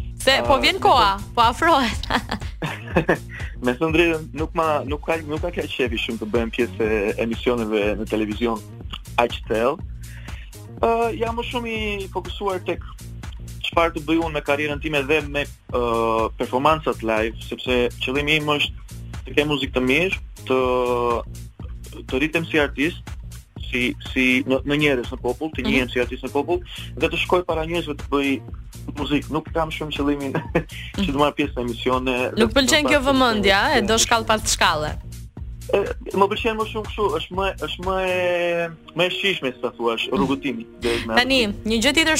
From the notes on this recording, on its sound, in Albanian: Në një lidhje telefonike në emisionin Lancio.